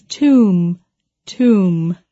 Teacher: Tomb is one of those funny words with a B on the end that we don't pronounce.